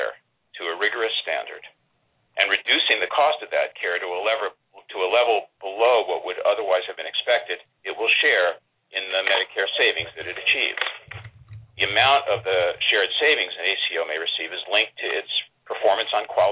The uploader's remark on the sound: Replay: HHS Conference Call on Accountable Care Organizations.